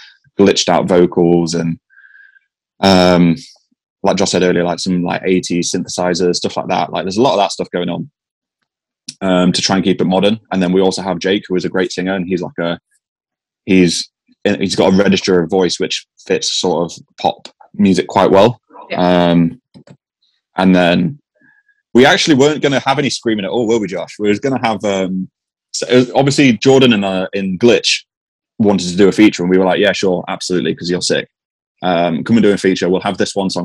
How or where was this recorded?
video call